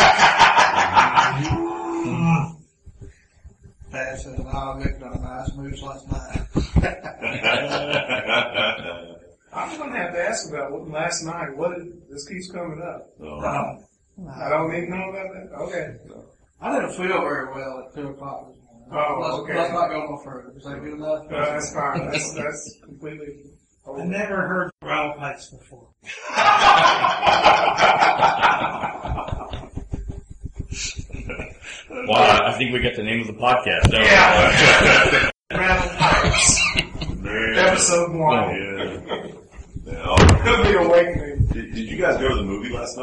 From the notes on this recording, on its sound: The crew is live from QuakeCon 2010 and we talk about the largest free LAN in the US.